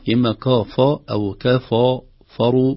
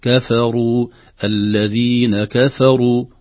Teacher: نقول الكاف مرققة أو رقيقة والفاء كذلك، بعدهما الراء مضمومة مفخمة · Shown in: second take